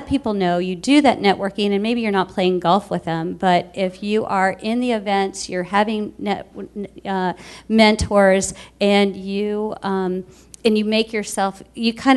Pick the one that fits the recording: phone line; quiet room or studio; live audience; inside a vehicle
live audience